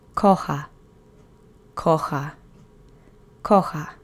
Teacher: The accent is on the first syllable.